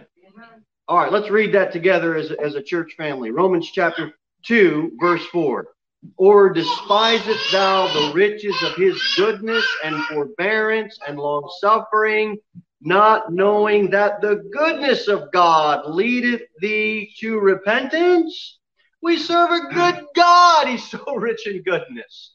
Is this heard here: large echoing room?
yes